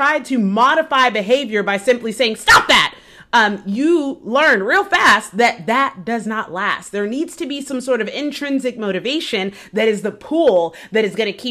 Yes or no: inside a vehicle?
no